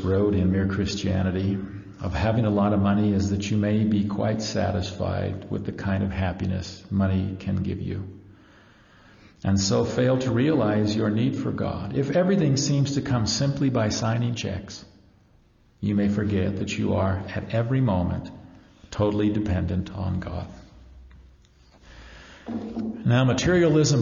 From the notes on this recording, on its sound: ACU Sunday Series. Live presentation.